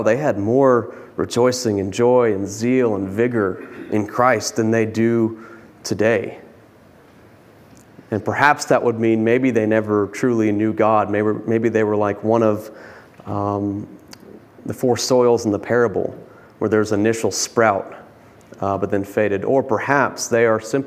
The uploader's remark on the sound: preached this sermon from the pulpit of Grace Community Church in Berea, KY on Sunday, May 15, 2022.